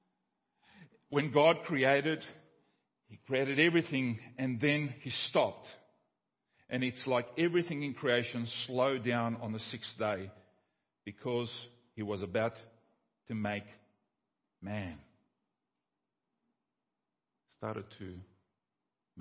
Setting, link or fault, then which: setting, large echoing room